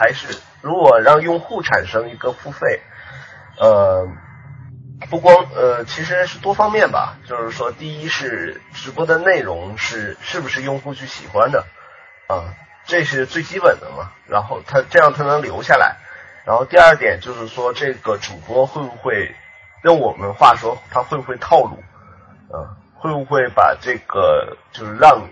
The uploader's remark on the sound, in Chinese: 这期音质很差，请注意了。